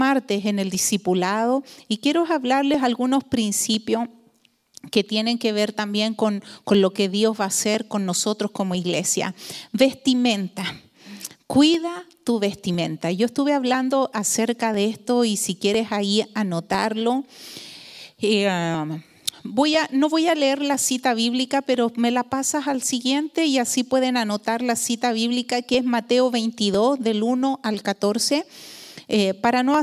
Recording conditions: large echoing room